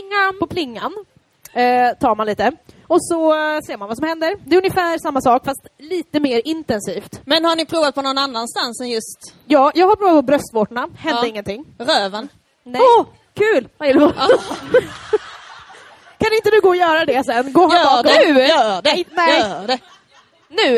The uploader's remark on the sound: Första delen av vår härliga LIVE-inspelning under West Pride!